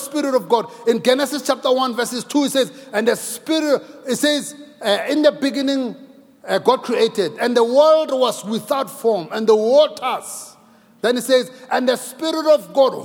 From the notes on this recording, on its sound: Preached at Grace Bible Church Pimville on the 29th of May 2022 at the 9am Service.